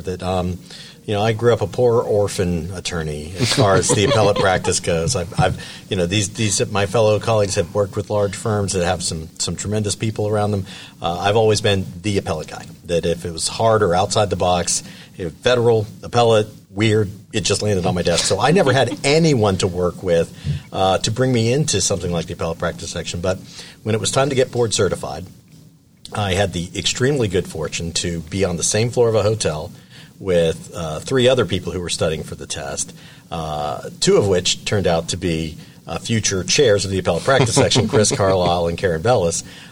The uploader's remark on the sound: APS Live! This show was recorded before a live audience at the Hyatt Regency in Orlando, Florida.